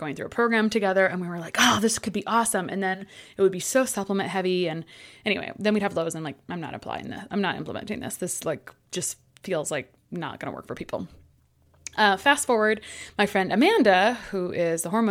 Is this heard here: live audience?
no